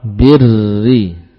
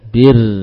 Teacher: Dibaca dengan tanpa menebalkan atau menegangkan pangkal lidah, bir, ya. Lisan dibuat rahah, ya, tidak menegang bagian pangkalnya. · Term: ra yang tipis